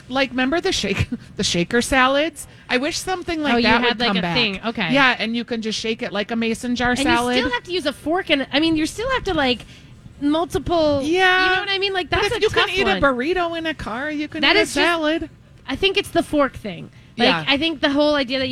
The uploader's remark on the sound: All while live at Kowalski's Market in Eden Prairie!